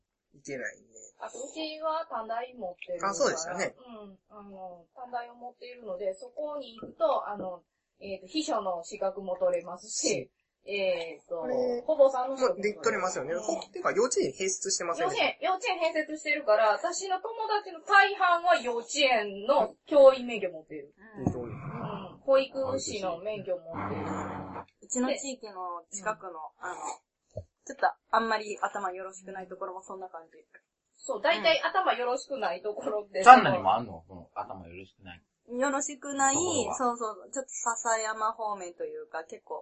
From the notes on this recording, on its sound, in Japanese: ごはんを食べながら収録してますので、もぐもぐ音が多量に発生しておりますので。